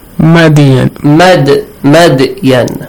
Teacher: the letter dal has a bouncing sound. An echoing sound, good. · Term: weak qalqala